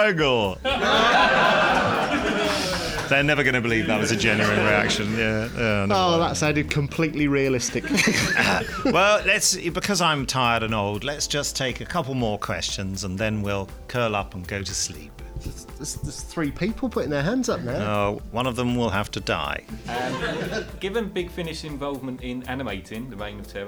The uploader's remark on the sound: The podcast team report in live from Big Finish Day 3, where a lone Dalek marauds the corridors.